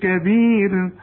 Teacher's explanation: كل الحروف مرققة بما فيهم الراء عند الوقف، عند الوصل الراء مفخم عليها شن عليها ضمتين.